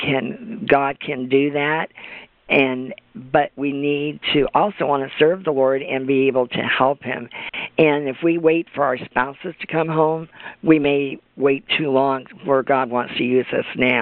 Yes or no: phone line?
yes